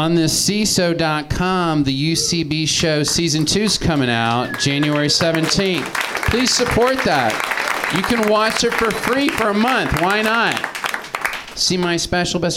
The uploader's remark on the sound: Live from the NerdMelt Showroom in LA